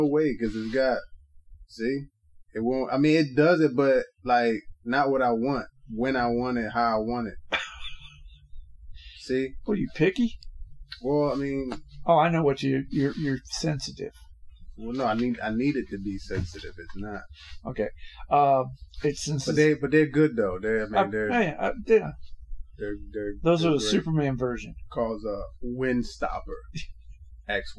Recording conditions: poor sound quality